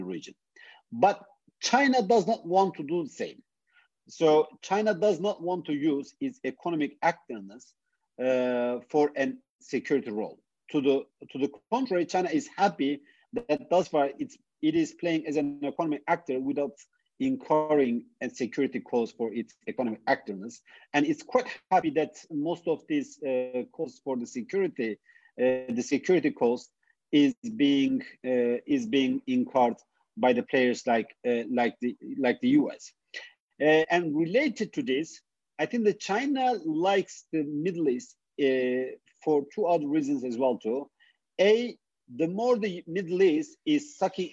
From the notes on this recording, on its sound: This public talk was conducted online via Zoom